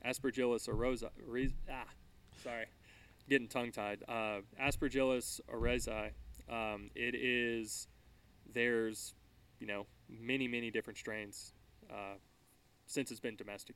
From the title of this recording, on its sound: Interview at The Void Sake Company